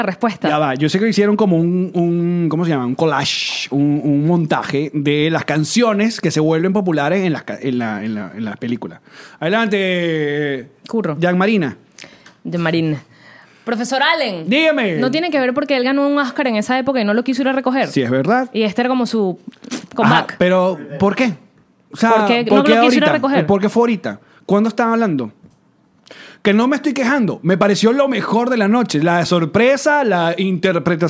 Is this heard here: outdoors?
no